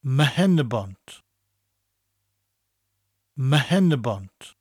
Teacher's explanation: Now, the P becomes an MH sound.